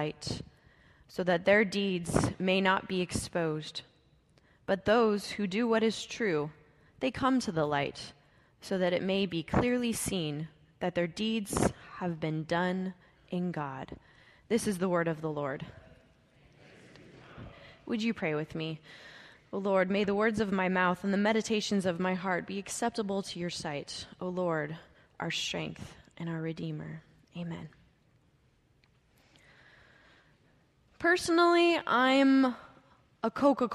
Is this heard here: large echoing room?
yes